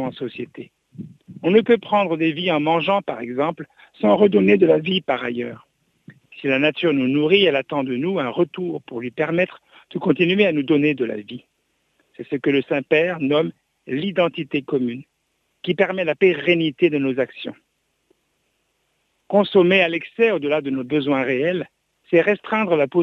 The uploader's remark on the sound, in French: invité par téléphone